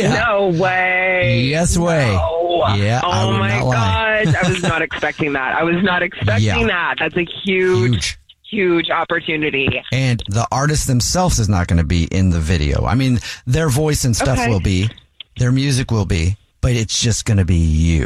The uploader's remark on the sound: A Jubal Phone Prank